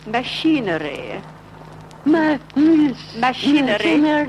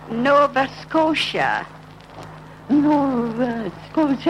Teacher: with her second finger on the nose, she gets the nasal sounds, the M and N sounds